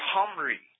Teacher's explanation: It's a very guttural H sound at the beginning of it